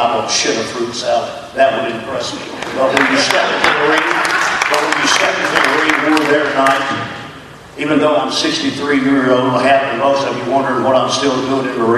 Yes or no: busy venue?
yes